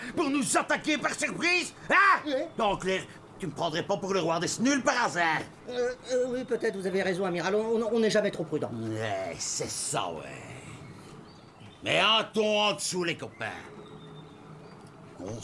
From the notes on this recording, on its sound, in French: En direct de La Loge. Avec bruiteur, comédiens, musiciens, et tout, et tout ?